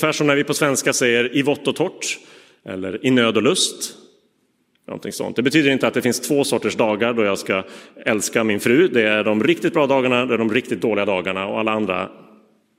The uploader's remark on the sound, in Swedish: Inspelad i Roseniuskyrkan den 4 juni 2023.